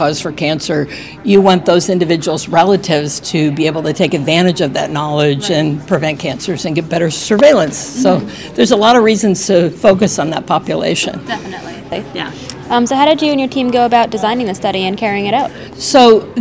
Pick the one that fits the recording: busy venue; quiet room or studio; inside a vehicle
busy venue